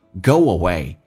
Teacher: go 跟 away 两个元音之间可以加连音，加个 w